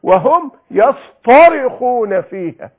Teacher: فالقرآن يحول التاء المرققة إلى طاء مفخمة لتناسب التعبير عن هذه الشدة، فيقول وهم يصطرخون فيها، ما قالش يصطرخون.